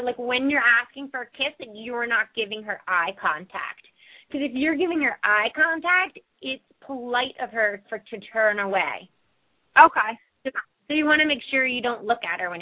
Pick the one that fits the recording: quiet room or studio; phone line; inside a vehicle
phone line